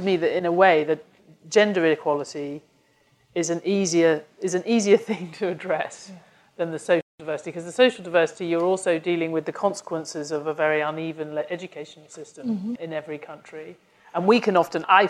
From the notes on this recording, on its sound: Live panel discussion this week in London.